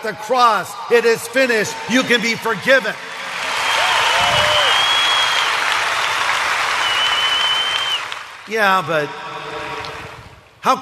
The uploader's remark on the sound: This message was originally preached in 2012 at the Harvest Crusade held at Dodger Stadium in Los Angeles, CA. 61,000 people attended this crusade over two days.